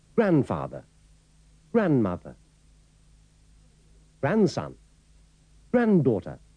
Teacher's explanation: no se pronuncia la letra D o solo se pronuncia una, como notará en la última palabra